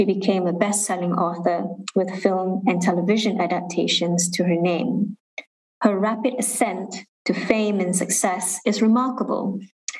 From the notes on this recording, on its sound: was recorded during a live webinar event